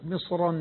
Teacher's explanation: مصرا لا ترقق الراء. نعم مفخمة. · Term: تفخيم الراء